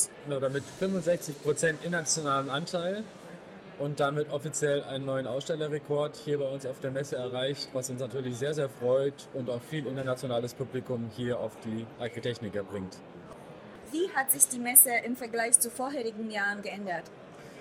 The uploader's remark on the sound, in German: LECTURA ist derzeit auf der Messe Agritechnica 2023. Hören Sie sich unser Live-Gespräch mit Ausstellern.